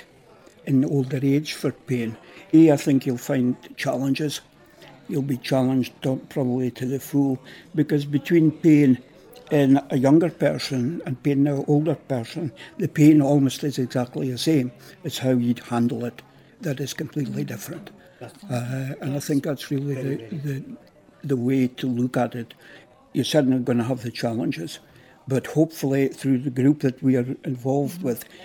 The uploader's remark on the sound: listened in to a panel of experts at a ‘Growing Old with Pain: Innovation, Creativity and Development’ conference in Edinburgh